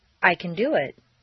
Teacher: Next, you use a combination of intonation and pronunciation to make the difference between can and can't. Reduce the positive can to kun and stress the verb.